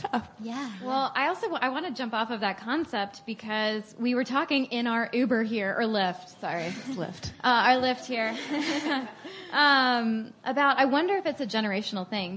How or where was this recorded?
live audience